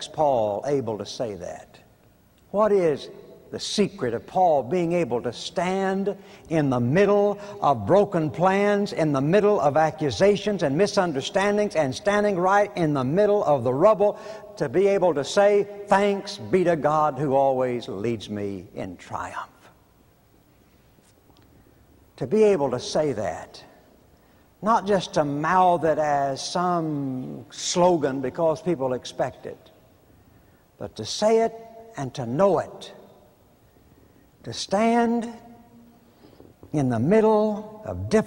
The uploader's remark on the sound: preached at Bellevue Baptist Church in 1990